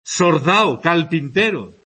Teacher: Neutralización de la L y la R, implosiva, lo mismo. Implosiva quiere decir a inicio de, a final de sílaba.